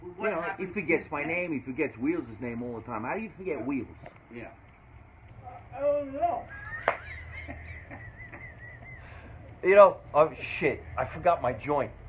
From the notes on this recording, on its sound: Back in the Laugh Factory green room after their first show of the night. Before they rush back on stage.